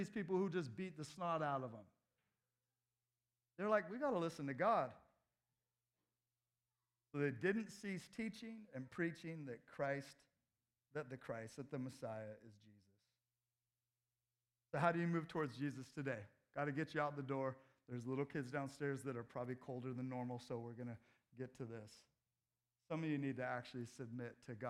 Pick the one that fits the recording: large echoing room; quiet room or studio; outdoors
large echoing room